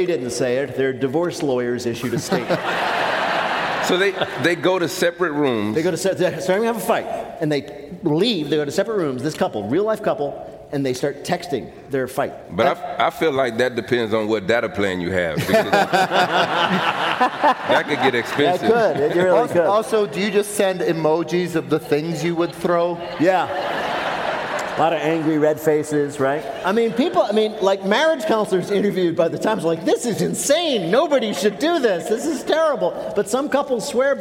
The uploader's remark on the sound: This week we come to you from the Palace Theatre in Louisville, Kentucky